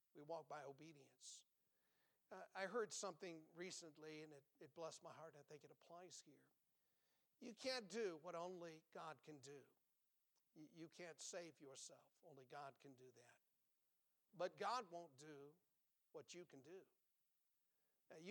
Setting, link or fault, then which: setting, large echoing room